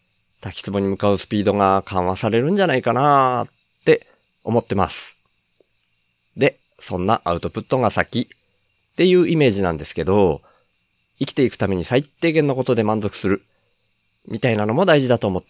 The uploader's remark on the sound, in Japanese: 関西からの帰りに広島で。公園でダベるの図。